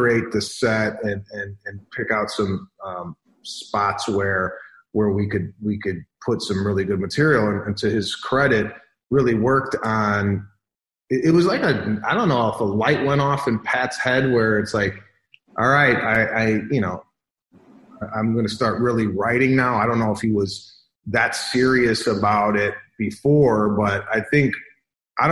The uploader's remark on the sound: sat down with me on Zoom